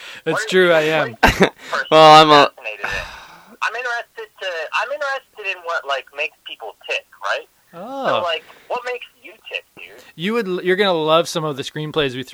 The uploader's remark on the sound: get on the phone